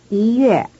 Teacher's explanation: In the word for January, 一月, the basic high tone on the word 一, 1, changes to rising before the falling tone on the word 月, month. · Term: tone change